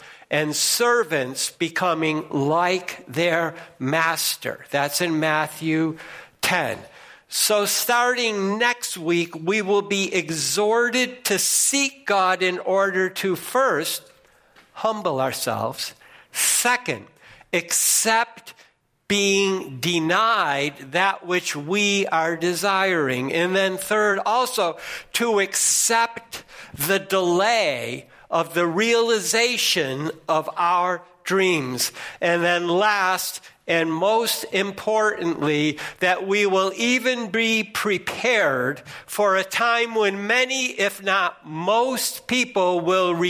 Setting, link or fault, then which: setting, large echoing room